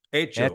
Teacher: The first H isn't pronounced. The H is silent.